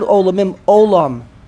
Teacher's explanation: in the word olamim, olam, the emphasis is on the ayin